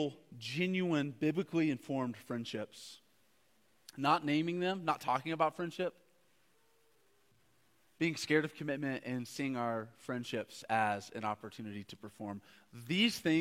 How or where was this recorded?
large echoing room